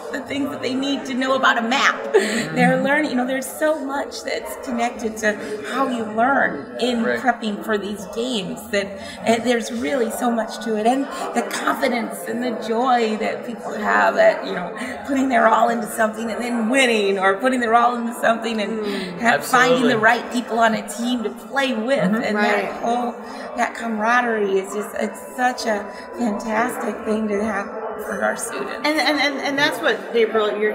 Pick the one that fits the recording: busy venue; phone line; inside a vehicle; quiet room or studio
busy venue